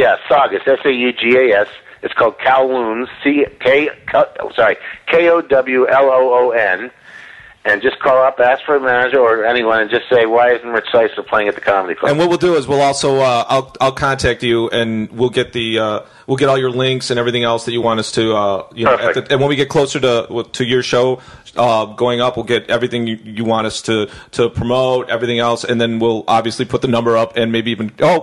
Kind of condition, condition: link, phone line